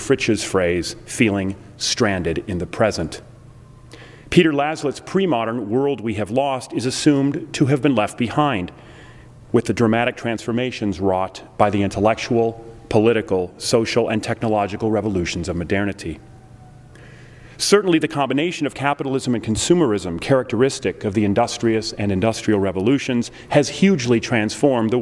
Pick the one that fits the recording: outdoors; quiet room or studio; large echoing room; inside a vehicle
large echoing room